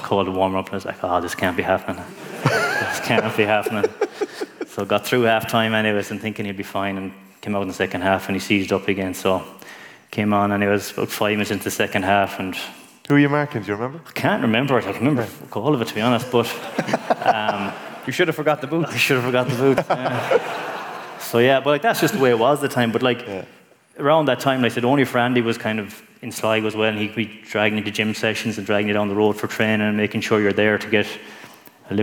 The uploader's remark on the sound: TFP LIVE in Castlebar. Welcome to the very first live roadshow of The Football Pod. The Football Pod LIVE in Castlebar.